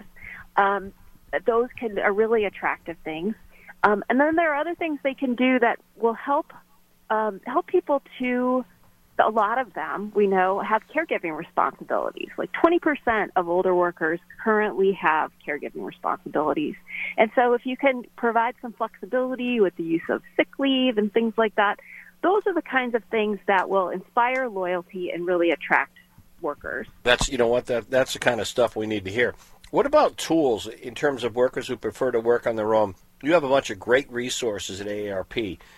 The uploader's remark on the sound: all called